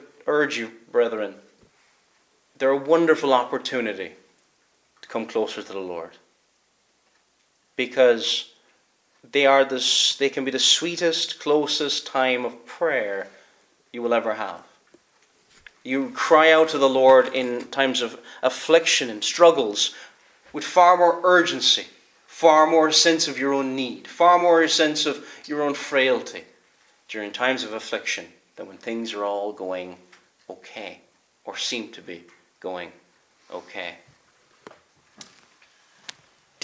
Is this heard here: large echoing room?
yes